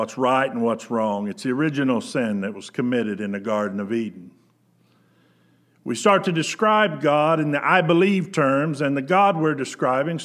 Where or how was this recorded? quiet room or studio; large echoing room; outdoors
large echoing room